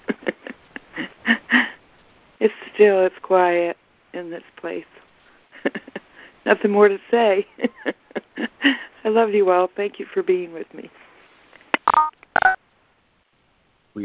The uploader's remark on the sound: ACIM Daily Conference Call